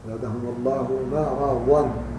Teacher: الضاد مفخمة لكن الميم ليست مفخمة